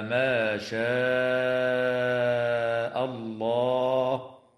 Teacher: تمد الألف من كلمة شاء بمقدار 4 أو 5 حركات من قبيل المد المتصل